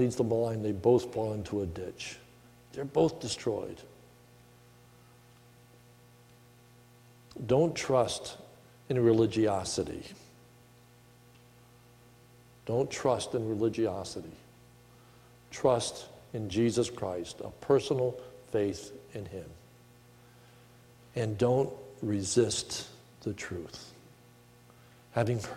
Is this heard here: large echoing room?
yes